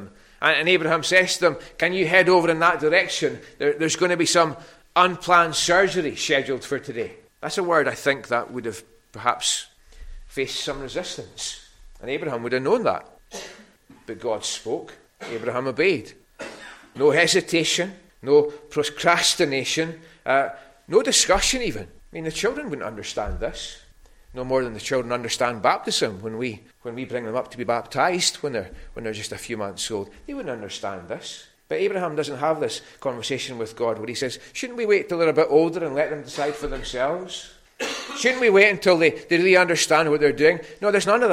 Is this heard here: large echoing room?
yes